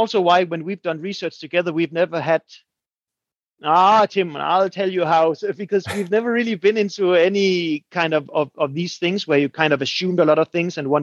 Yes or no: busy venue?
no